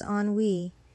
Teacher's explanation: The word is pronounced as ennui. It's a two-syllable word with the emphasis on the second syllable.